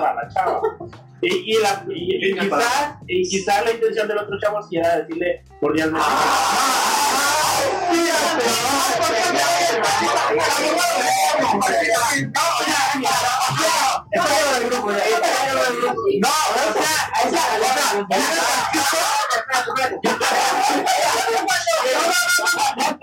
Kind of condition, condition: fault, poor microphone